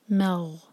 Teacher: تو میم کو ہولڈ کریں گے لهم مغ، تو میم کو دو سیکنڈس کے لیے ہولڈ کیا جائے گا اور اس کے بعد مغ. تو جب ہم میم کو غین سے جوڑیں تو میم کو ہیوی نہ ہونے دیں، مغ نہیں کہیں گے، مغ.